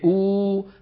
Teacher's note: لما تقول أنت أو بتلاقي أقصى لسانك لحاله طلع